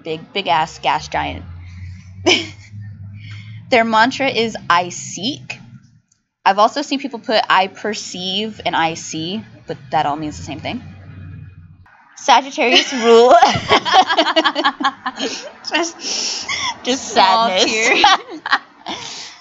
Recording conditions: background noise